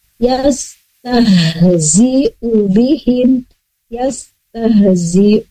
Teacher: makhrajnya dari pangkal, dari tenggorokan pangkal · Term: hamzah di tengah